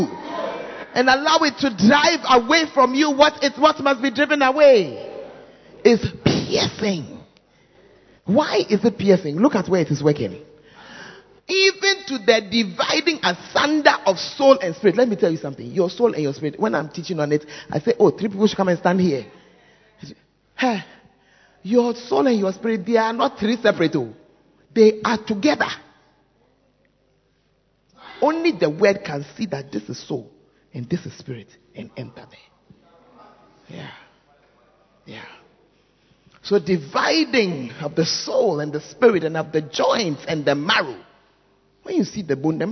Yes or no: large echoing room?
yes